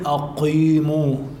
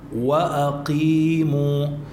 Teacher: جبت القاف لكن من غير استعلاء · Shown in: second take